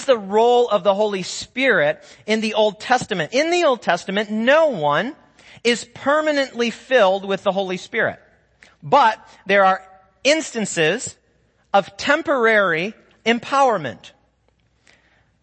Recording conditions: large echoing room